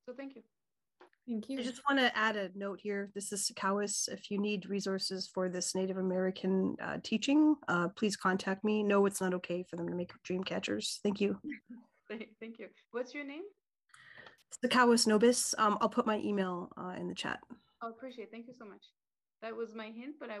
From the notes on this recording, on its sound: A Zoom presentation by the Iowa City Human Rights Commission